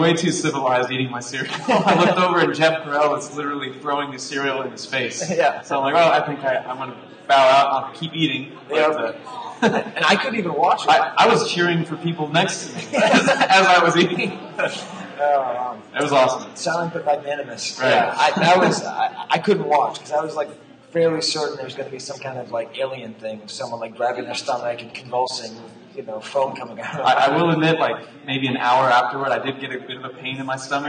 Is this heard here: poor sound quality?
yes